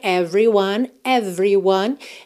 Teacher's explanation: a gente não costuma pronunciar esse E do meio aí dessa palavra